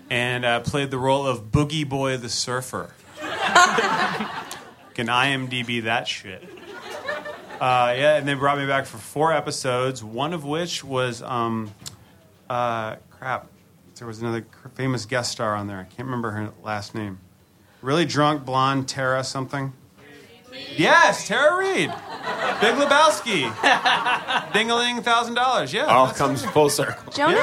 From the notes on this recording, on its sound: Live at Union Hall. We recorded our momentous 100th episode in front of a live audience at Union Hall, Brooklyn.